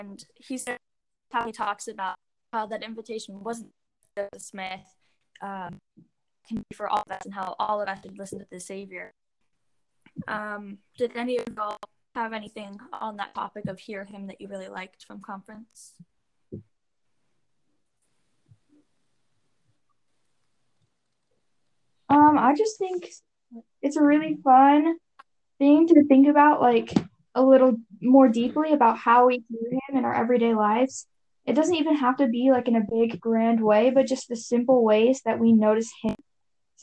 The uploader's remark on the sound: I got some of my friends together, via an audio call. Because it was an audio call the audio may appear glitchy at times or cut people off.